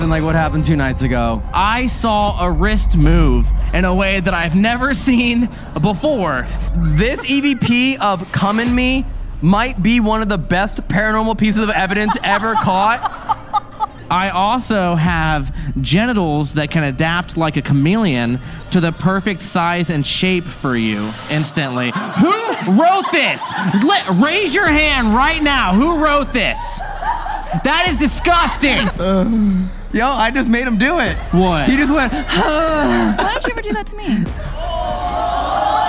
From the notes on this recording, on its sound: LIVE from the USS Hornet. This episode was filmed in front of a live audience at the haunted USS Hornet in Oakland, CA on September 11, 2022.